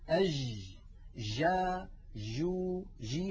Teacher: أما ما نسمعه في كثير من العاميات المعاصرة، أج جا جو جي، هذه جيم رخوة، جيم هي ولكنها ليست الجيم الفصيحة المنقولة لنا في التلاوة القرآنية